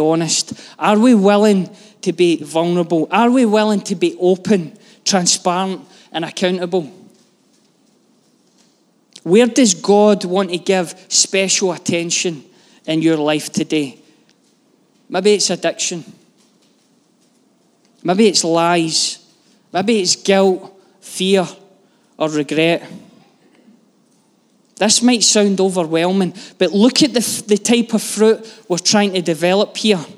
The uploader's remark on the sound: Live from our Sunday gathering on 05/02/23